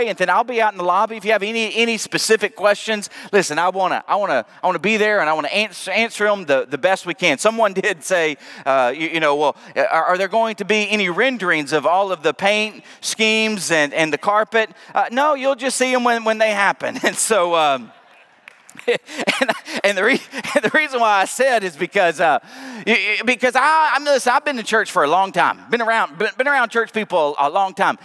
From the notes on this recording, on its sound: Preached at the Night of Worship on February 19, 2023. Northland Church.